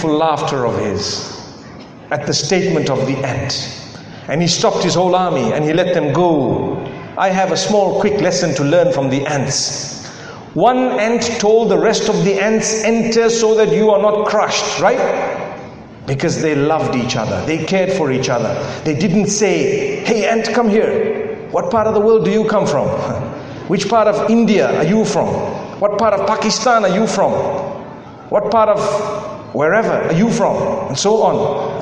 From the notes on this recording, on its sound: A lecture delivered in Georgetown Guyana at the Inspire Convention.